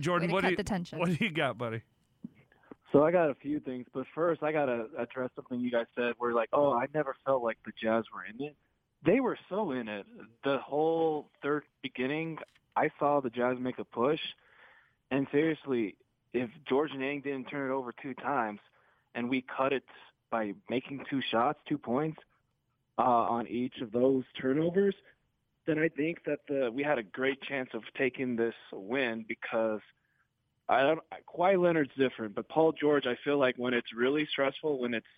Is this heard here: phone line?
yes